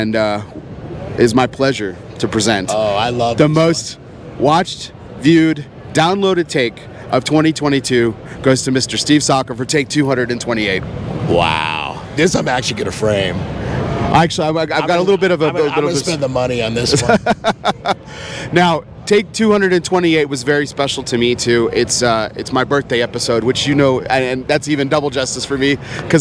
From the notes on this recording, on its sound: PCA 2023. It was no surprise that the Dunbarton booth was bustling with activity. As he gave us a 36-minute interview at PCA.